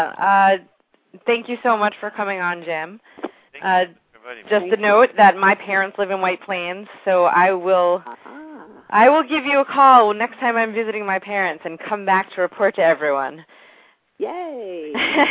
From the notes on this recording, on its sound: Take calls LIVE on the air.